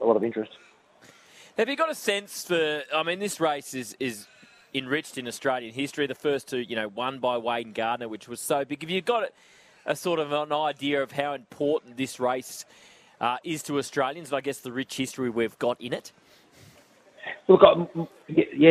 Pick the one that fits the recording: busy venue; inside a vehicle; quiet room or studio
busy venue